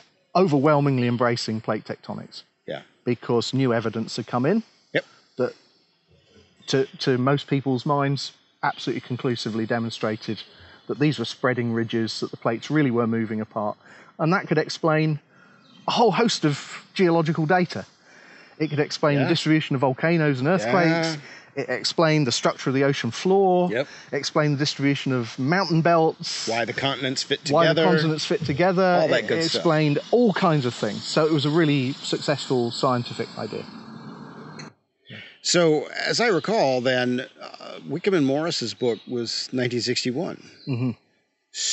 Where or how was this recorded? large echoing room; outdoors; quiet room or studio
outdoors